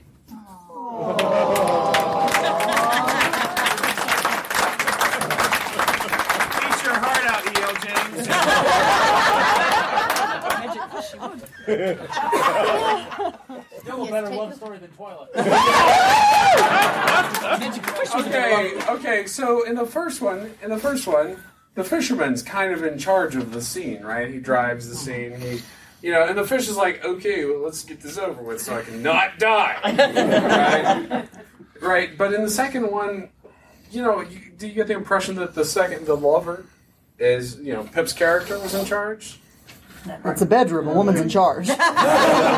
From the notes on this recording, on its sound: Balticon Bonus Episode 1. This is a panel from Balticon 49, entitled Dynamic Voice Acting.